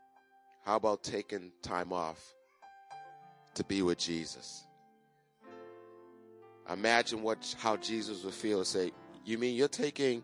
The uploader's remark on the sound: Recorded on 2017-02-19 at the 08:30am Service.